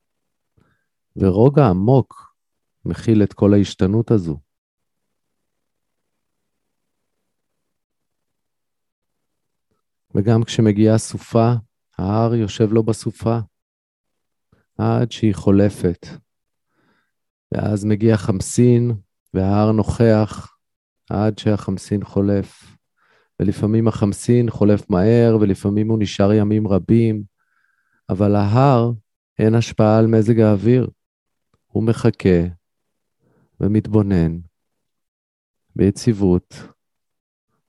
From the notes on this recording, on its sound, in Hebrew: הוקלטה בישראל במסגרת שידור חי בzoom